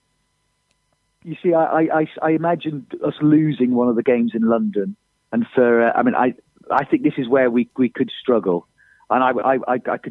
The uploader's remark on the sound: on the phone